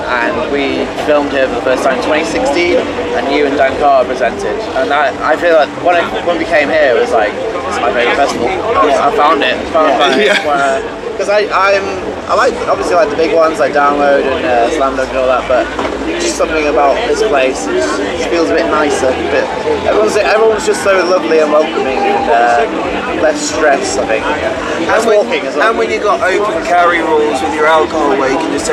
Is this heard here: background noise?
yes